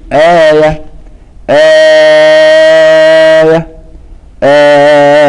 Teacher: قصر كباقي القراء، ثم التوسط، ثم الإشباع أو الطول ست حركات · Term: مد البدل